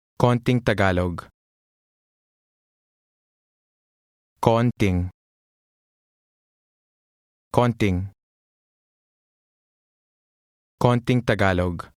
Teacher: Notice that the ing sound is added here as a link.